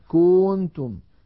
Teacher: الخطأ أن يمط ضمة الكاف فيقول مثلا كنتم.